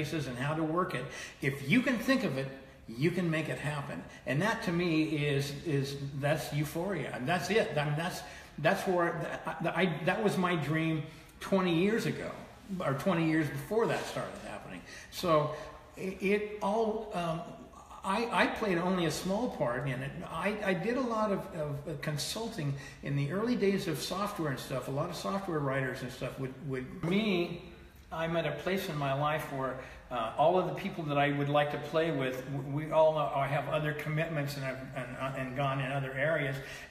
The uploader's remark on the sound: Live At The Marin Rod &amp; Gun Club from 03/2018. Live At The Marin Rod & Gun Club from 03/2018.